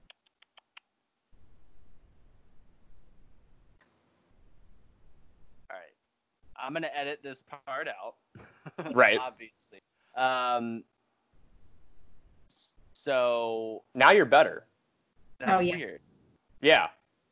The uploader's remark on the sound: Technical difficulties galore in this one.